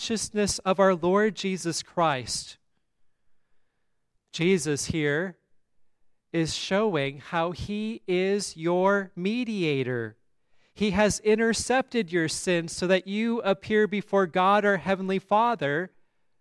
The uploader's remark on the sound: at Grace Lutheran Church, Lexington, MO